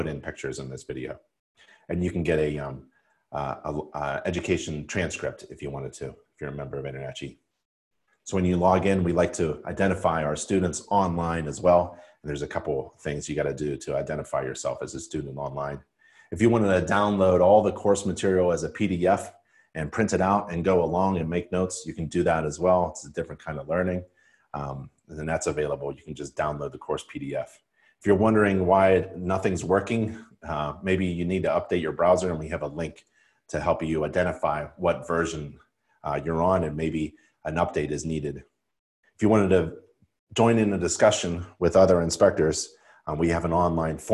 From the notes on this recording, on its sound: live InterNACHI webinar